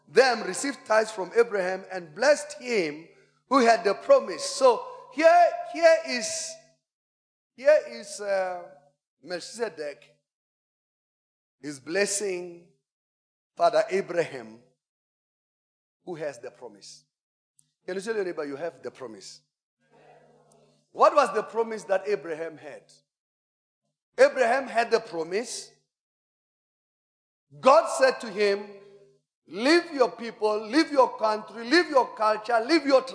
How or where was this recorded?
large echoing room